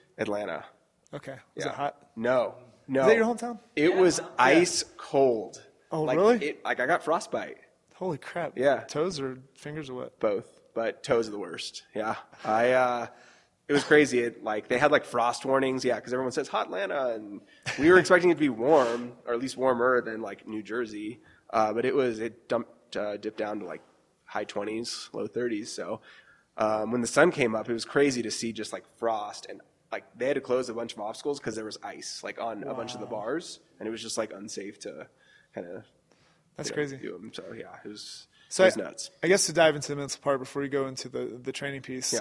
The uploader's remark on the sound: Live show. Manic open their doors to a free community workout. What followed was a live podcast that included interviews and audience questions.